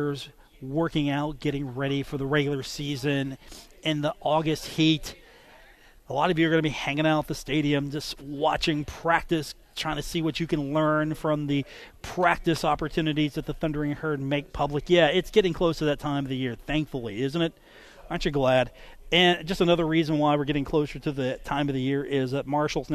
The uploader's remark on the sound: today from The Union Pub and Grill in Huntington